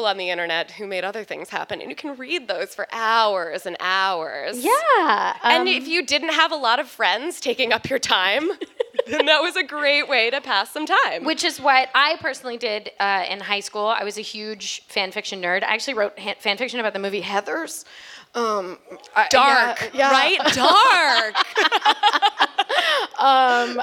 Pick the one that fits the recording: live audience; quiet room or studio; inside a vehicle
live audience